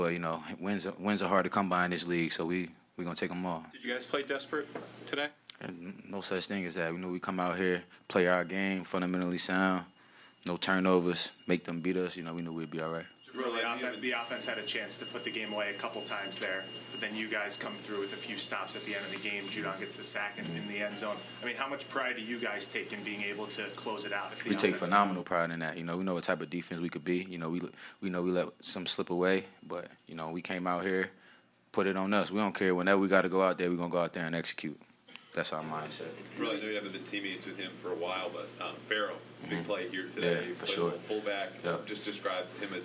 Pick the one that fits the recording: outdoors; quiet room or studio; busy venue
busy venue